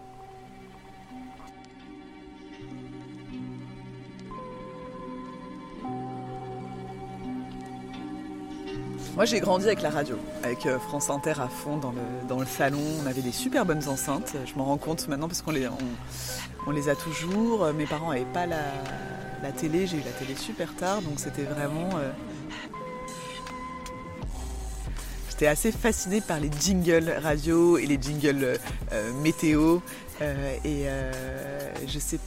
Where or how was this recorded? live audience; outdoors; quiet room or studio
outdoors